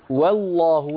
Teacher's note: نرقق الواو ونفخم اللام